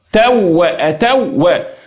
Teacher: إدغام كامل تم التشديد بدون غنة · Term: إدغام الواو مع الواو